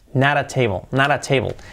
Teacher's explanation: la T, hacerla como una R suave cuando va muchas veces entre vocales, ¿no? Y se junta ahí con la siguiente palabra y hace lo que es el linking.